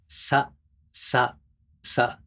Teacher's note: S というのは摩擦音ということで、歯と歯の間から息が漏れて擦れる音